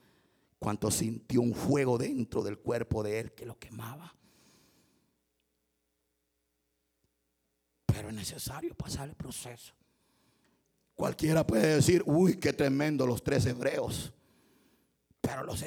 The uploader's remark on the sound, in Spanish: Culto 1215pm. En vivo desde Iglesia Palabra Viva, Mclean, VA.